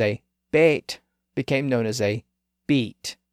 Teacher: the long A sound was raised up to E